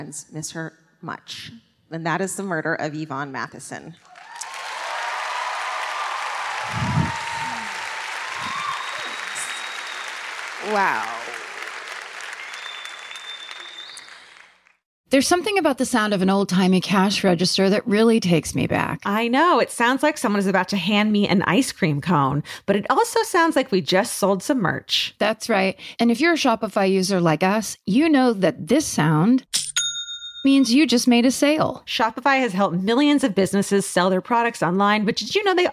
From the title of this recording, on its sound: Live at the Blaisdell Concert Hall in Honolulu